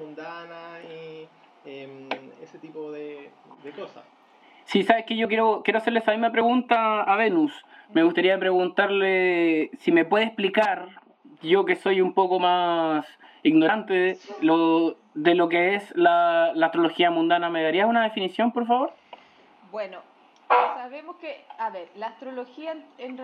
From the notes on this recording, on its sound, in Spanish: Por culpa de mercurio retrógrado, tuvimos problemas con la grabación, así que idealmente escuchen el programa con audífonos.